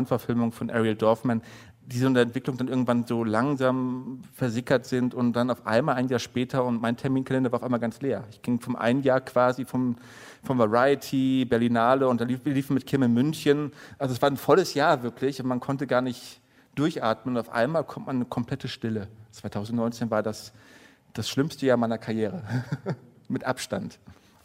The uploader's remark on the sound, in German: Eine Stunde Film war live - beim Deutschlandfunk Nova Podcast-Festival 2020. Zum ersten Mal überhaupt haben wir die Sendung vor Publikum aufgezeichnet, in der Urania in Berlin.